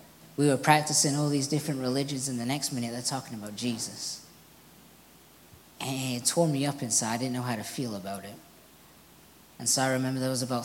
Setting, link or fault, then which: setting, large echoing room